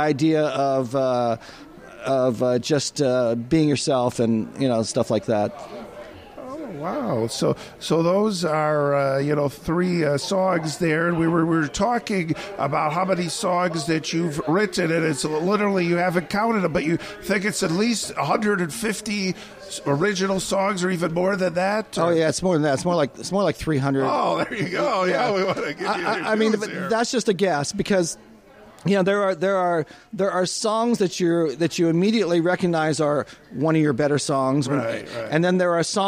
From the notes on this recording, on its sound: Music was recorded onsite at Front Row Sports Bar and Grill in Ocoee, Florida.